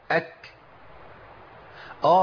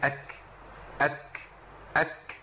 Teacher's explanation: لازم الهمس يكون في مخرج الكاف، لازم في المخرج بتاع الكاف يخرج الهمس